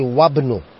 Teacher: I don't pronounce the hamza. · Term: Hamzatul Wasal